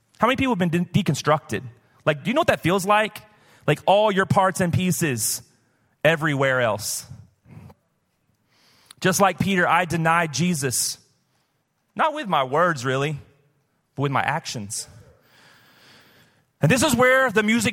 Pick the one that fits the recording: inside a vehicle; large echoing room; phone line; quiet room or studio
large echoing room